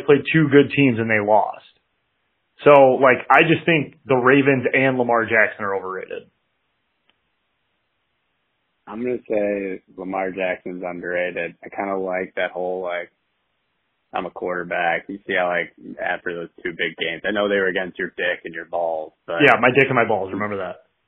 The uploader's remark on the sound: to call in from Cleveland